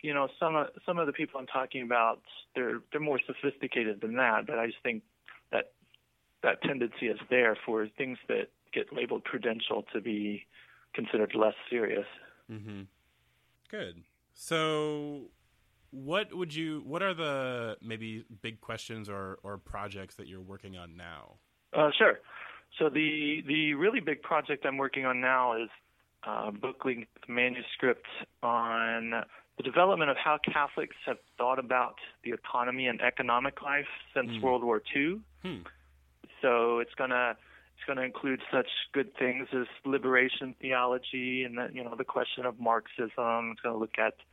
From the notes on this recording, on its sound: This episode was recorded late this past summer and features the return of phone interviews!